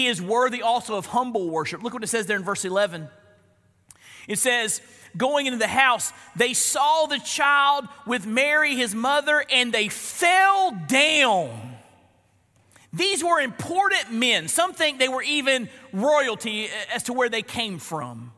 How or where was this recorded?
large echoing room